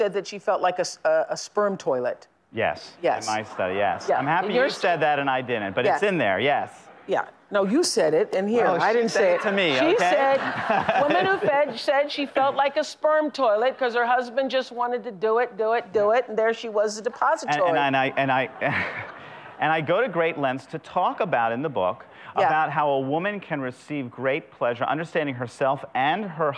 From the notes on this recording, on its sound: talks with couples and the audience